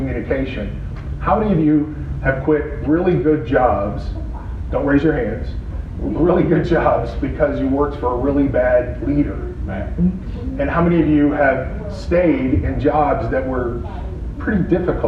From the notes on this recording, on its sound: Live ICMI show from Chicago. Live show with an in studio audience.